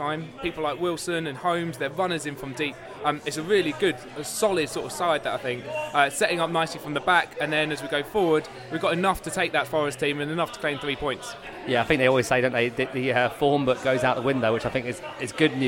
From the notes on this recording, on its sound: Relocated to the pub for the latest East Midlands derby in our first pod recorded directly before and after a Rams game.